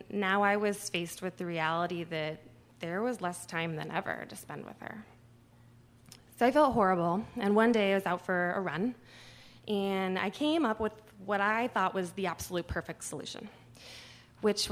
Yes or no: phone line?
no